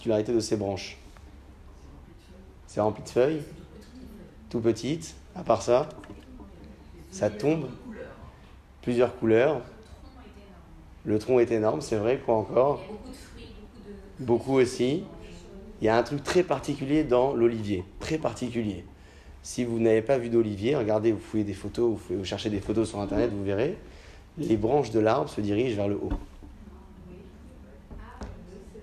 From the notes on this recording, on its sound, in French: Conférence pour les femmes, donnée à Alfortville